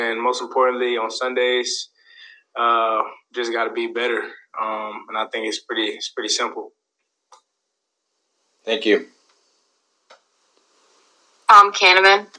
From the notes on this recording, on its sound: Speaking to media via Zoom on Monday morning.